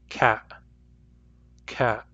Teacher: I pronounce them with a glottal stop instead of a T.